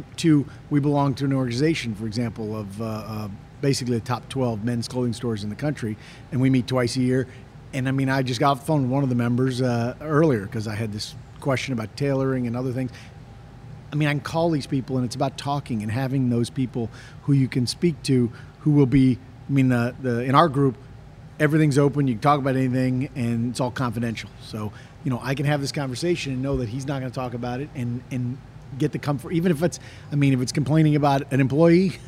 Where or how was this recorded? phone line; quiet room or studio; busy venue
busy venue